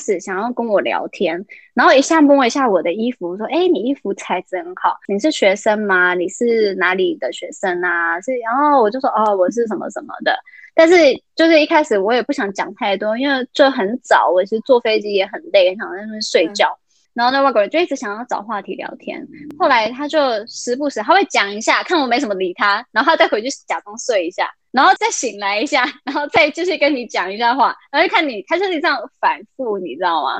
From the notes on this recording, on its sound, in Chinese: 因為她在美國 所以一樣是用遠距離的錄音。錄音品質沒有到很好 而且網路問題也有稍微小卡。